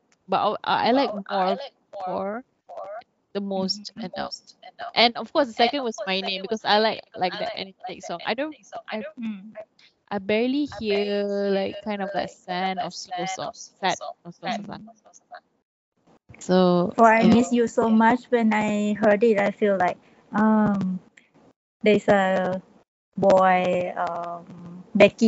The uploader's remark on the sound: This podcast suffered from technical issues therefore it is very echo-y